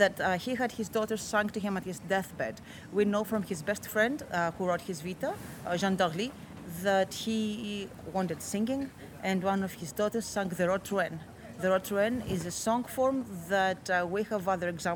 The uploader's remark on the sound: Live From Pennsic II